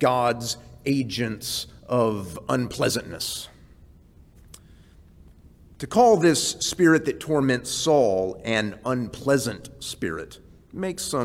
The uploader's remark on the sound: This series is presented before a live audience in HCU's Wednesday Chapel service.